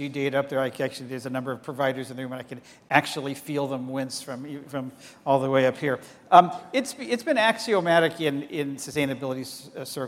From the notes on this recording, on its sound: The best of live interviews from GreenBiz events.